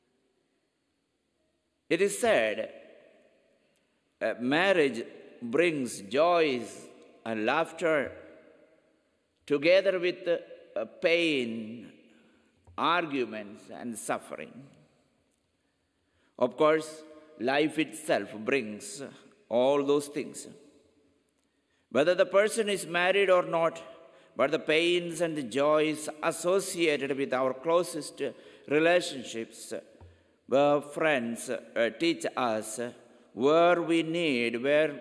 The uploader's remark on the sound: Homily at 10 am Mass